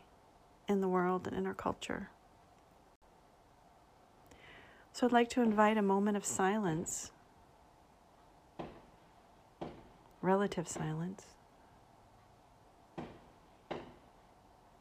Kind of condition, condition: fault, sounds in the background